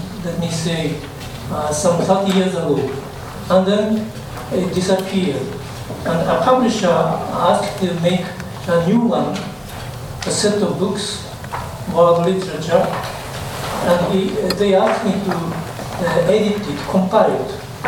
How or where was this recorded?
busy venue